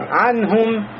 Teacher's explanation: И нун у нас здесь будет изгару, нун явное проявление нуна, потому что дальше следует харфу мин хуруфиль хальк, то есть один из горловых звуков. Называется изгару.